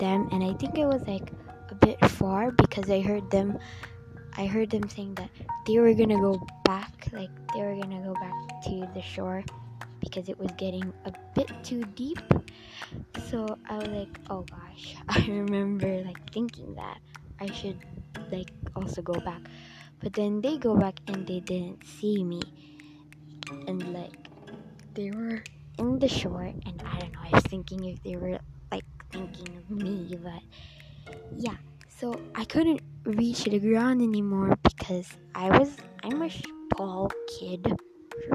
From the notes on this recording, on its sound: Horrible Audio. Headset Users Warning there will be very noisy sounds that might hurt your ears. Sorry for the micಥ‿ಥ this is my first try.